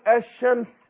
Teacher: لما اقول الشمس يبقى اضغمت اللام في الشين · Term: شمسية